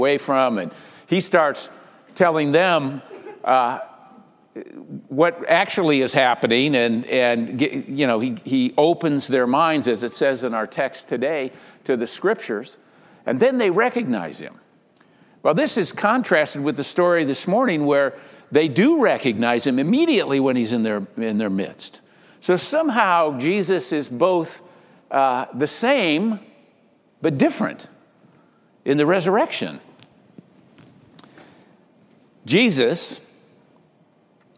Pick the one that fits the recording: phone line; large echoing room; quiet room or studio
large echoing room